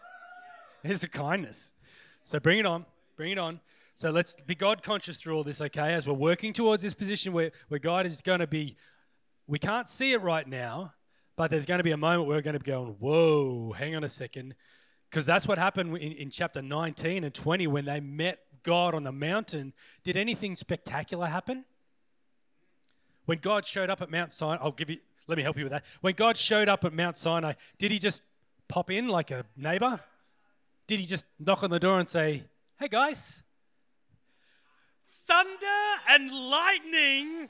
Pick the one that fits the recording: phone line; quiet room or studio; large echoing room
large echoing room